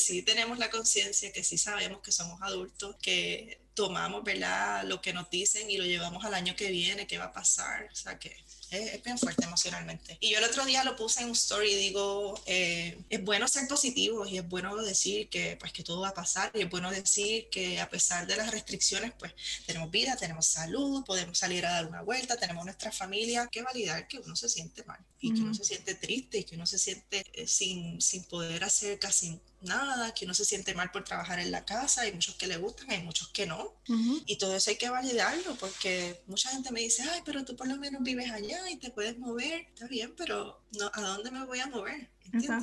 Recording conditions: video call